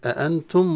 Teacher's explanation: والنون في كلمة أأنتم مخفى عند التاء، وتخفى دائما النون الساكنة عند حروف الإخفاء 15 بغنة